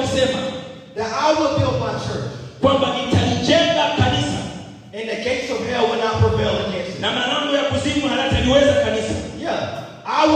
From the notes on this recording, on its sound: Youth Conference Day 2. Preaching at the Youth Conference in Zanzibar, Tanzania.